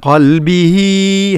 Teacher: القاف مفخمة والهاء هاء الضمير يعني جاءت بين متحركين ففيها مد، مد صلة